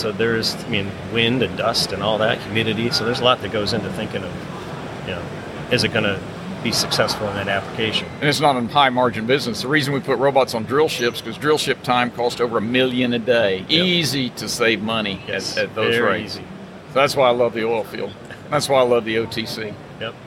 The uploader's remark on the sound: From the floor of the Offshore Technology Conference in Houston, TX.